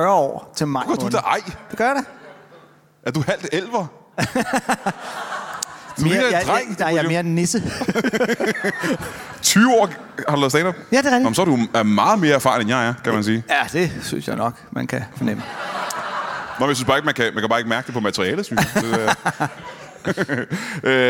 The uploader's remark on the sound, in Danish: LIVE fra Skive Teater